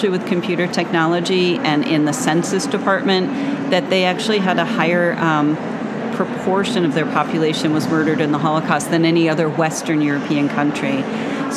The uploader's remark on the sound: LIVE from the ALA 2023 show floor.